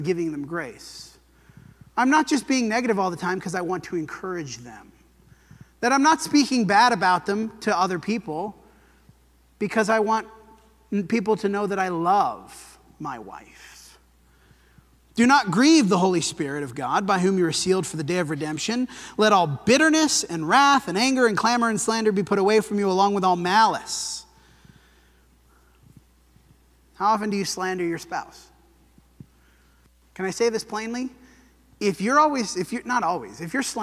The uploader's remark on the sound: This sermon was preached at the Dewey Church of Christ on September 3, 2023.